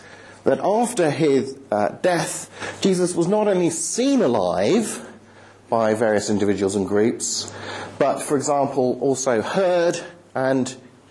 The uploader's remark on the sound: End of term talk at the 2010 'Reasonable Faith' course, Highfield Church, Southampton.